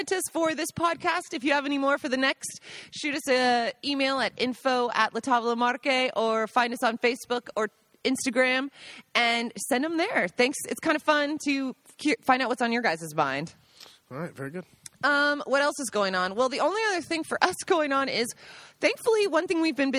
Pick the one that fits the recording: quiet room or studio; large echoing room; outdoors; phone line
outdoors